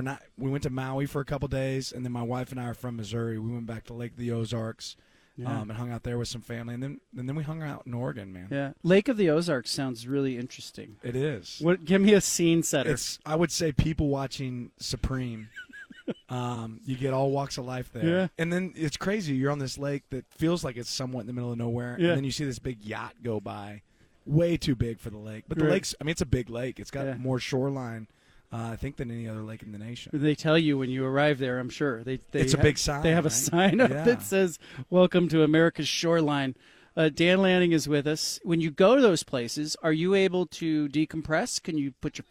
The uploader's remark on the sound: Live From Pac-12 Media Day at Resorts World Las Vegas